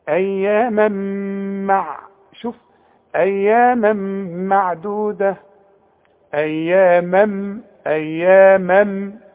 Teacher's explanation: التنوين اللي بعده ميم ادغام بغنة، اقفل شفايفك هنا، اسمع اياما مع، شوف اياما معدودة، اياما اياما، خلاص.